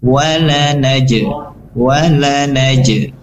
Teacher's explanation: Kemudian di lafaz lanaje lanaje, di sini ada qalqalah, jim huruf qalqalah, maka tunaikan pantulannya walaupun tidak terlalu kuat